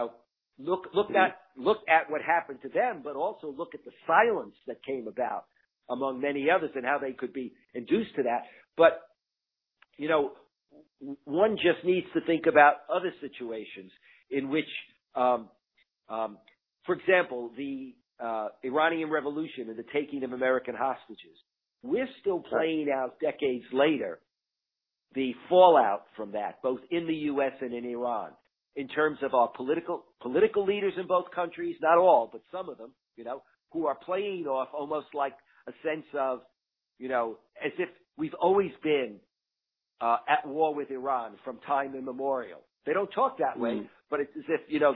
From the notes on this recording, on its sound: talks over the phone